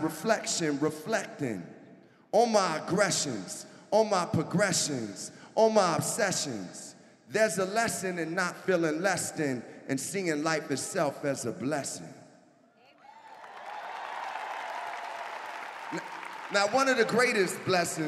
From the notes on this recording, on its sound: Talks in front of a live audience in Denver.